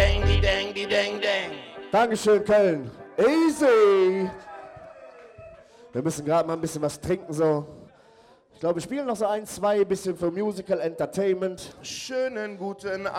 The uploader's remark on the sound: this is the Audio of the Dance